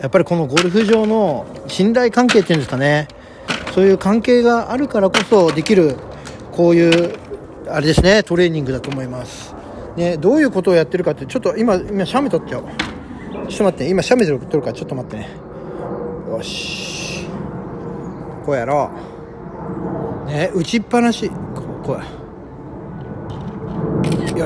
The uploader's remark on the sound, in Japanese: 千葉県成田市の素敵なゴルフ場で収録しておりまーす。京カントリークラブ。